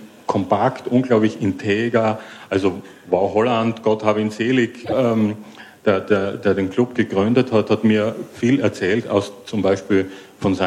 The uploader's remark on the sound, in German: Ein Live-Podcast von der re:publica 08 Konferenz in Berlin